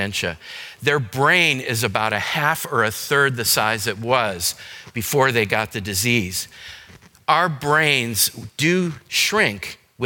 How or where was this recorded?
large echoing room